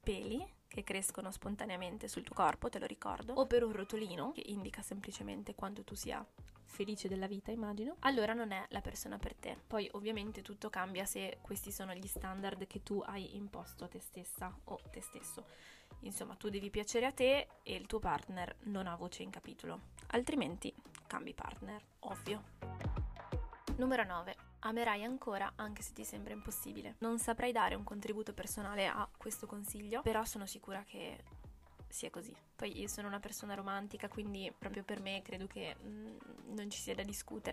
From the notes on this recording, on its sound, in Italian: Registrata con il mal di gola e troppo caffè in circolo si sente il ticchettio delle unghie sul tavolo mentre parlo?